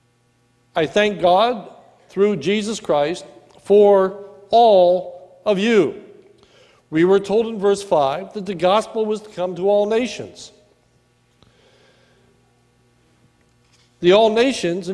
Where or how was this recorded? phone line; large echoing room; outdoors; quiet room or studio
large echoing room